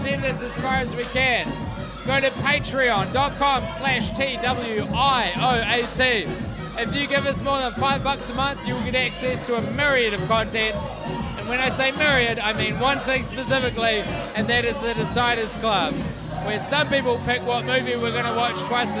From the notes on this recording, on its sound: Recorded in downtown Auckland city at a underfilled club on a Friday night